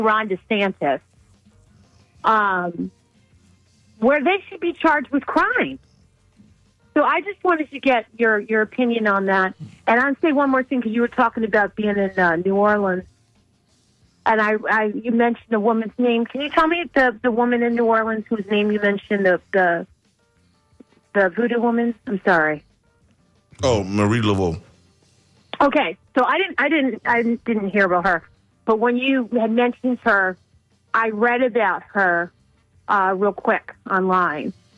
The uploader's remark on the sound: unique magazine format call-in show